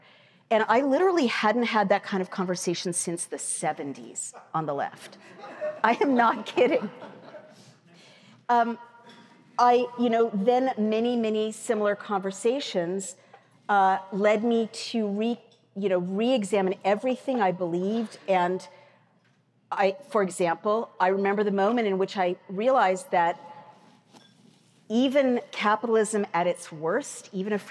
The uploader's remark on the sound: Recorded at the Mises Institute's Supporters Summit in Auburn, Alabama, 12-14 October 2023.